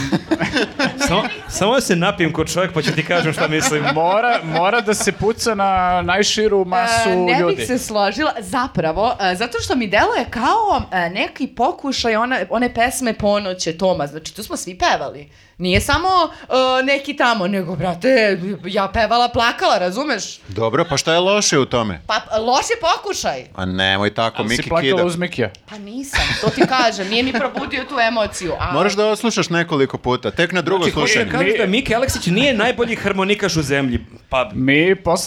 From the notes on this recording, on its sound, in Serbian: Ove nedelje gostovali smo u Gornjem Milanovcu, snimili još jedan live podkast. Hvala ljudima iz Udruženju "Uzinat" na gostoprimstvu.